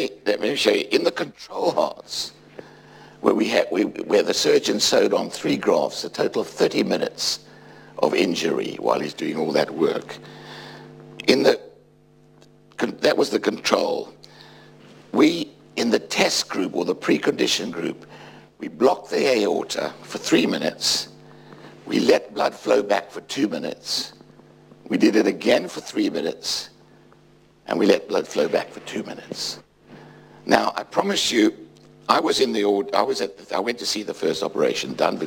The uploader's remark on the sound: UCL Lunch Hour Lecture